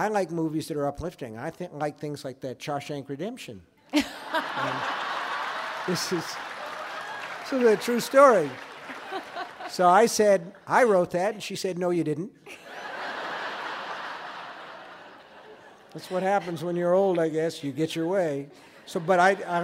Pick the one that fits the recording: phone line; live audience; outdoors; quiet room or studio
live audience